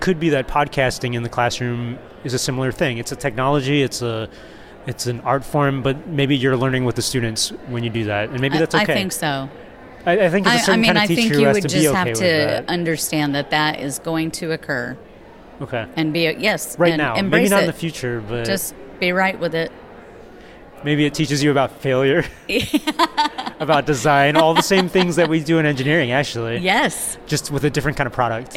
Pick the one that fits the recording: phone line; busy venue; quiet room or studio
busy venue